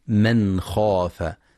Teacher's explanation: ينتبه القارئ للإظهار الحلقي في من خاف، فلا يقرأ بالإخفاء